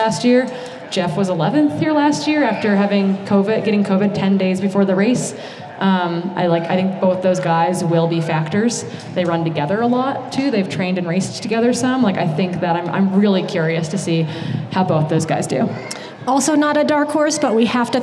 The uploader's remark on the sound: This is the audio from our third annual pre-race live interview show from the Western States 100.